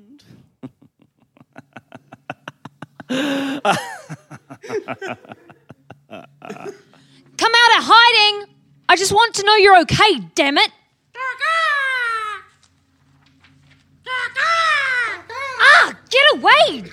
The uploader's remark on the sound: Recorded live at BATS theatre, Wellington, New Zealand on the 25th of April 2014.